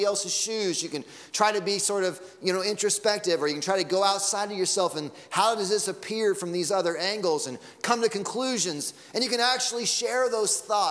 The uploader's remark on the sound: Sunday Morning Sermon Audio